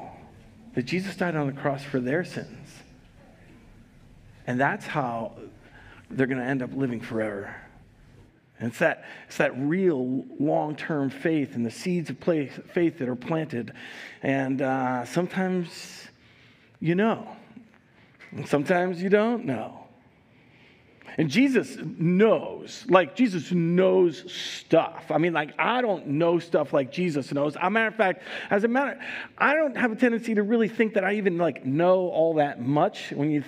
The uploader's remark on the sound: Recorded live at Word of Life Church in Le Sueur, Minnesota on April 10th, 2022